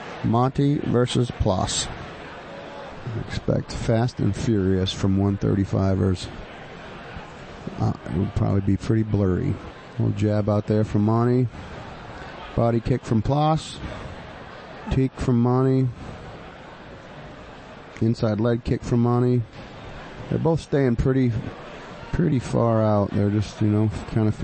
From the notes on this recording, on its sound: Calls all the intense action live at Combat Zone 63